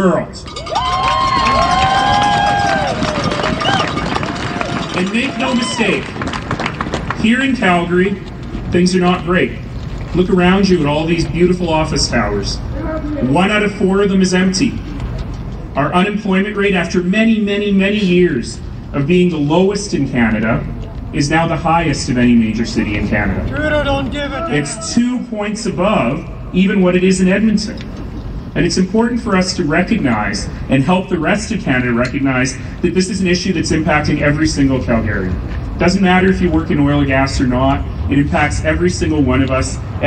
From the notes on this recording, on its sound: Today there was a pro-oil and gas rally downtown. We share audio from the event.